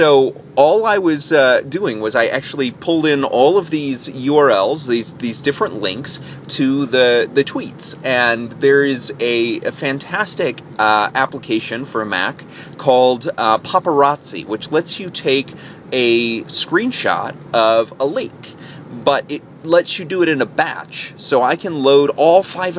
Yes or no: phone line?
no